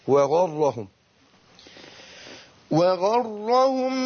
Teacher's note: يبقى انا عايز افصل بين الواو المرققه والغين المفخمه